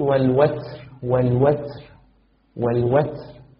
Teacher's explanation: فمن القراء من ينطق كما تنطق مباشرة يقول الوتر والوتر والوتر. ومنهم من يزيد بعد التاء الساكنة صوتا أشبه بصوت السين